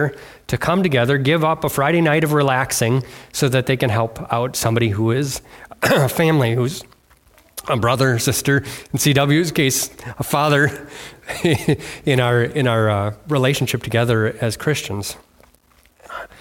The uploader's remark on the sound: on February 4th, 2024 at Bible Center Church in Maiden Rock, Wisconsin.